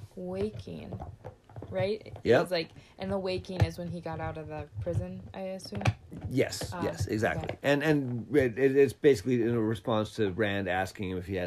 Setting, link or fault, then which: fault, sounds in the background